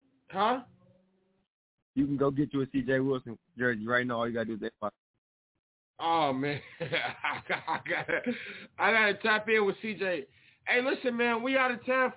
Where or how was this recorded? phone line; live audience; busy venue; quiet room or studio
phone line